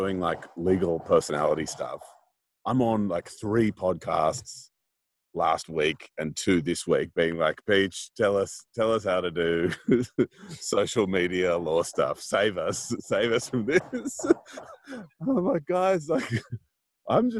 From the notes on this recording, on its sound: Separate but together (via Zoom)